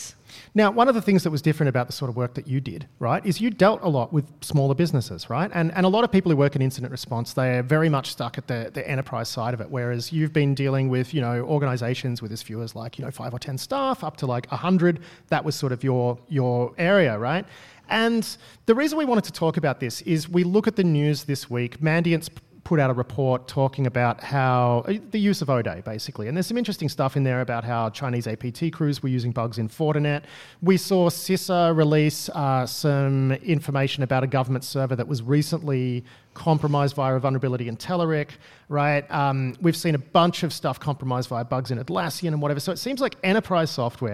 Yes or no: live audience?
yes